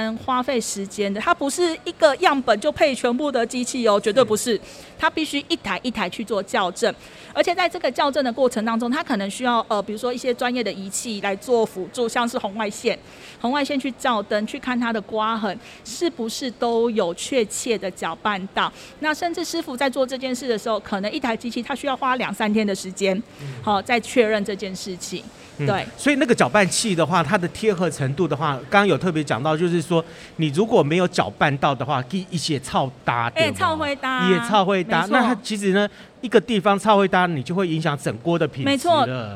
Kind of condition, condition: setting, busy venue